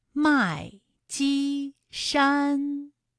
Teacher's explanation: 麦积山也是先四声，后面2个音都是一声